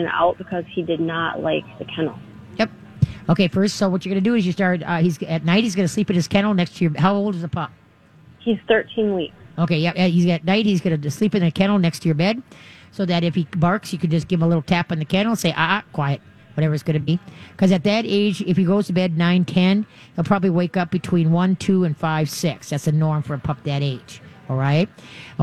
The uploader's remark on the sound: live from the State Fair!